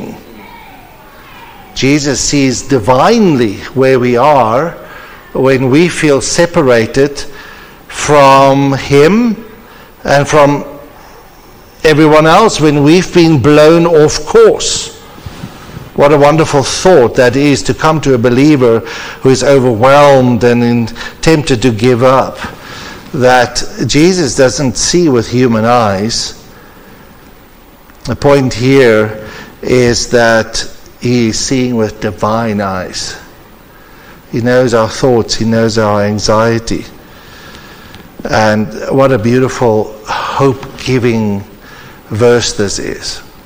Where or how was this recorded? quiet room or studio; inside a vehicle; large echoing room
large echoing room